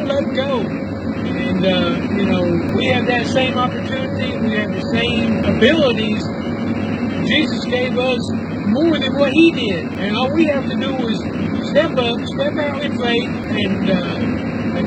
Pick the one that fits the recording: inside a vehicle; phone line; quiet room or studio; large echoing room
inside a vehicle